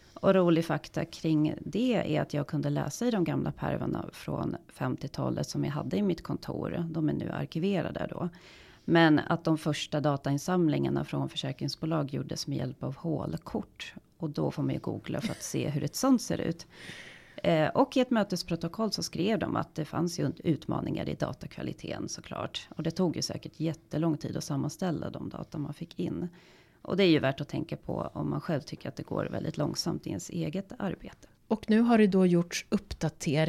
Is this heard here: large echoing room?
no